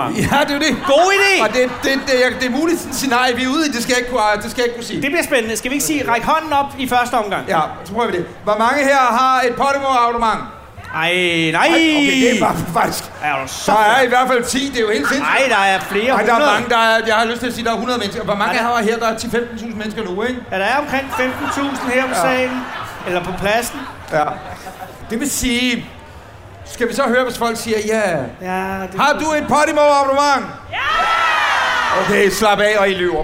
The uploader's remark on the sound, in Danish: Live fra Smukfest 2023